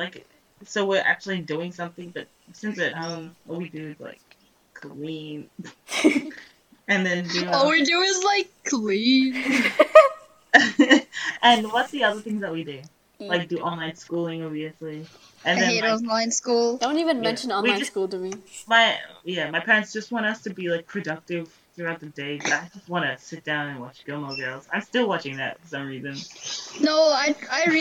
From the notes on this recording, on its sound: The audio in this episode may not be stellar.